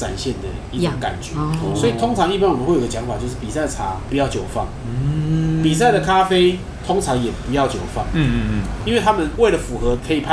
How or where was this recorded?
busy venue